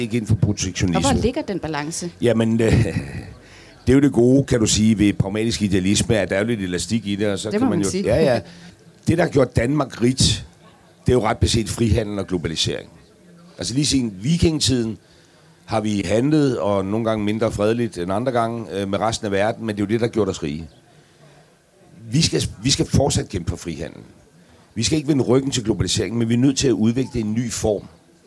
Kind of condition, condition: setting, live audience